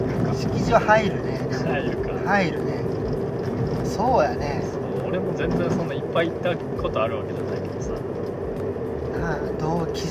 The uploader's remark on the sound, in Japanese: テントサウナの聖地「飛雪の滝キャンプ場」まで車で往復7時間。車中トークです。音質悪めですが。